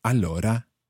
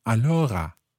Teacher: In certain parts of the north of Italy, particularly towards the French border, you sometimes find that the R sound becomes a little more like a French R · Shown in: second take · like a R. So instead of allora, sometimes you hear allora.